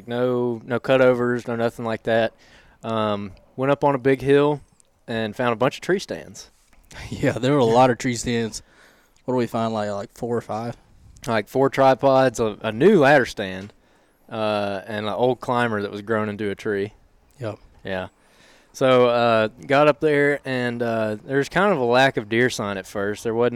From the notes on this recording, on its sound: Live from Bows & Brews! We sat down and recorded with a bunch of folks who came out to our first bows & brews event.